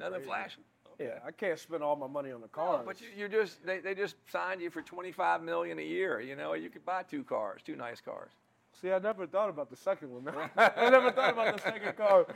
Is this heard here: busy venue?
yes